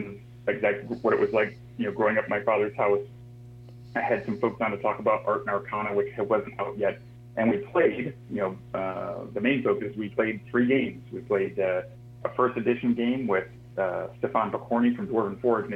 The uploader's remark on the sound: a phone interview